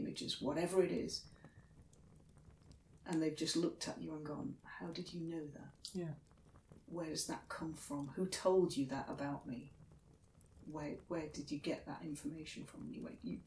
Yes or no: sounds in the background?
yes